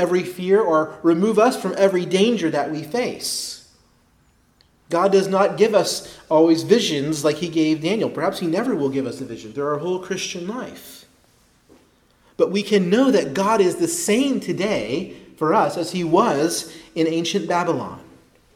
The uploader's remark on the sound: preached at Christ Our Savior Baptist Church